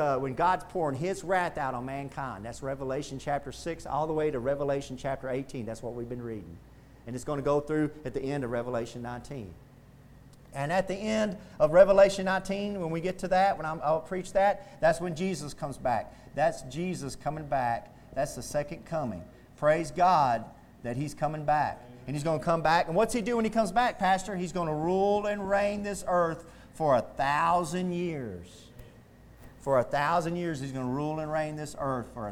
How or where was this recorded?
large echoing room